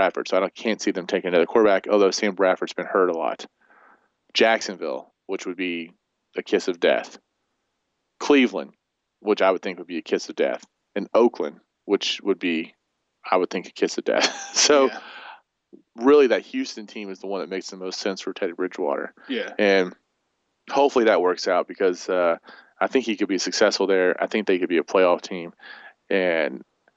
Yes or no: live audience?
no